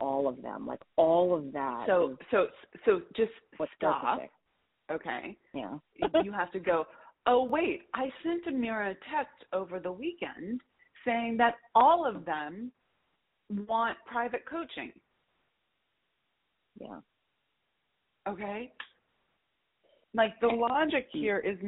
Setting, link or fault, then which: link, phone line